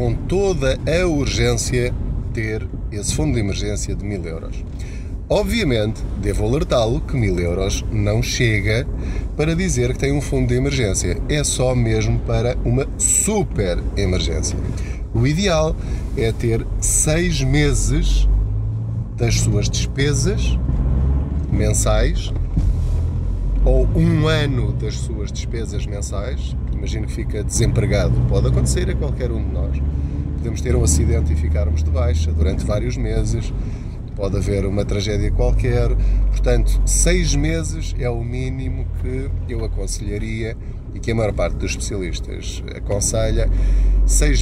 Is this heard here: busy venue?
no